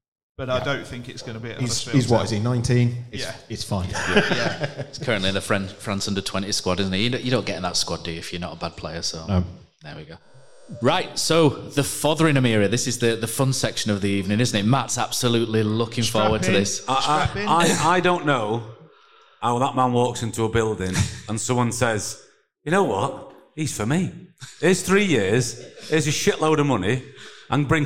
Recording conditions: live audience